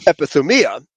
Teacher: the accent on the second last syllable, epithumia.